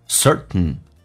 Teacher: T 跟 N 在美式发音连在一起的时候， T 可以轻轻的，气流形成阻塞，似听到没有听到，变成 certain